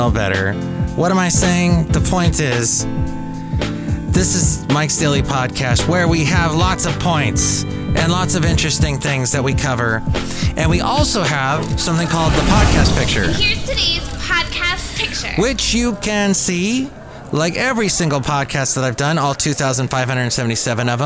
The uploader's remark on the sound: podcasts live from Cafe Anyway